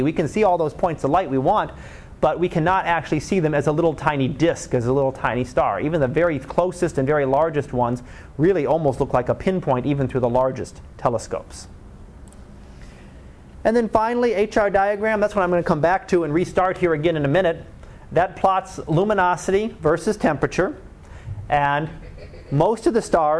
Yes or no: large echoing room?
yes